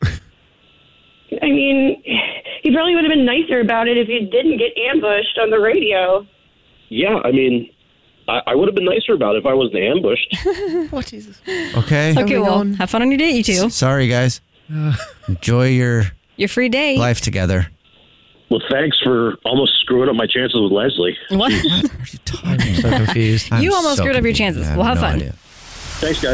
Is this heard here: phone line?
yes